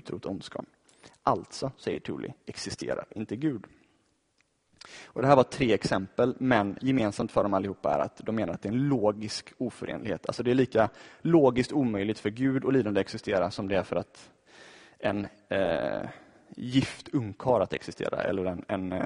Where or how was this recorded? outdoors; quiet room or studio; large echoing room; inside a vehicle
large echoing room